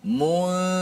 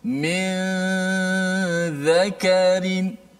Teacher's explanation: Nun itu hanya kekal di khayshum sahaja. Adapun di lidah, di makhraj, kita dah sembunyikan dia. Kita terus pindah daripada uh, huruf sebelum nun itu kepada huruf ikhfa hari ini adalah huruf thal.